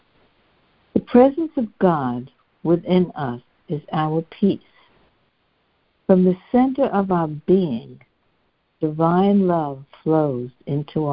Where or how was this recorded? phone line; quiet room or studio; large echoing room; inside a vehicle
phone line